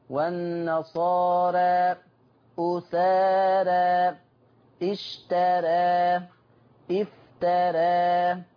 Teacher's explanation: هنلاقي إن الألف مقللة قولا واحدة والراء مرققة